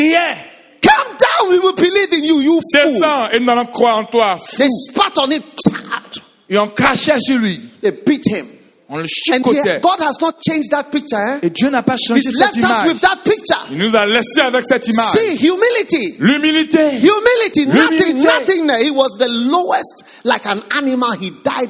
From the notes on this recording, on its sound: Preached at a Healing Jesus Campaign Pastors' conference in Abidjan, Cote d'ivoire